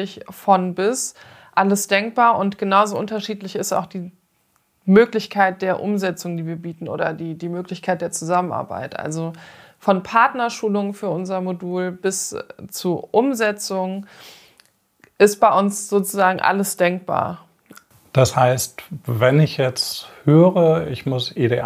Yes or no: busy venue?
no